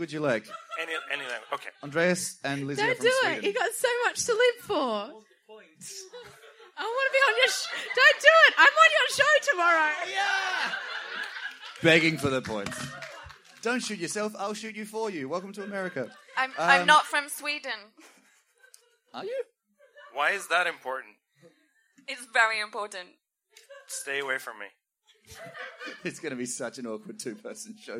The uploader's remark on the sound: Safety Toast Live at the Adelaide Fringe